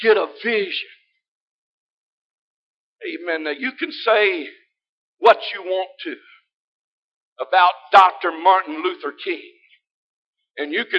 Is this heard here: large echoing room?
yes